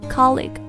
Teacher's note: make a special sound, it's still just a G sound.不知道大家还有没有印象，我反正记得我很久以前第一次看到这个词呢，总觉得最后这个 GUE 会发一个什么难以言喻的音，但是其实 GU 在很多时候只发一个浊辅音 G